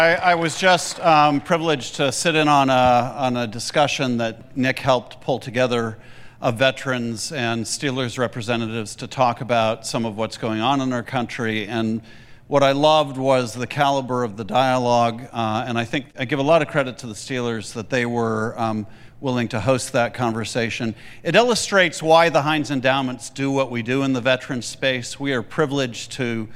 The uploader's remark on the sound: VBC at Night | Heinz Field. VBC presents an evening of live veterans storytelling at Heinz Field, Pittsburgh, Pennsylvania.